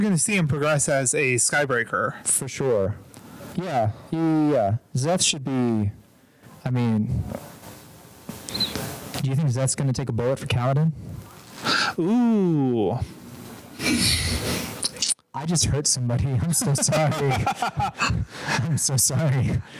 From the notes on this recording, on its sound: We're Live from Dragonsteel 2023. Please forgive the audio quality if possible.